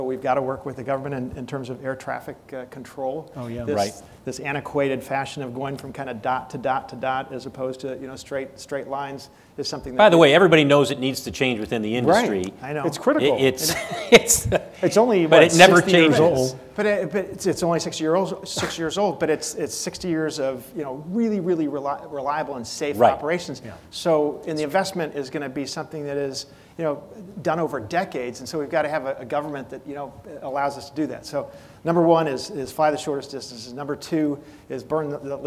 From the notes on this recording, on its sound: This conversation was recorded in front of a live audience